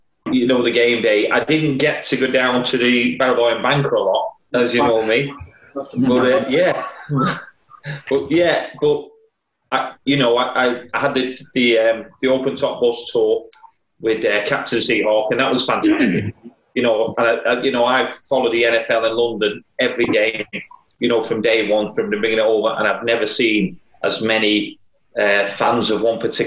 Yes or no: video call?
yes